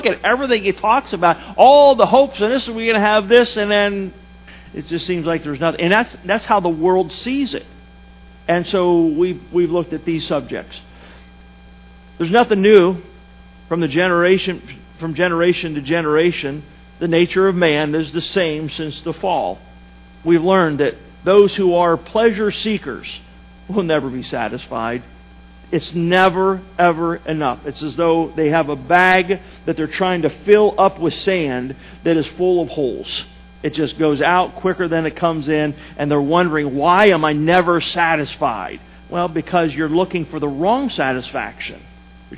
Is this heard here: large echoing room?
yes